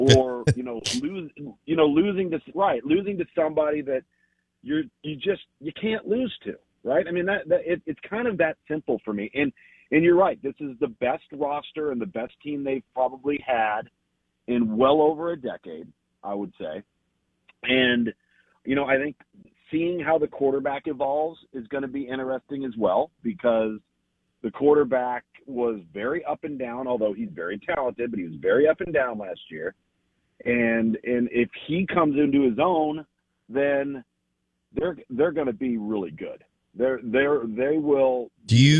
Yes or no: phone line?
yes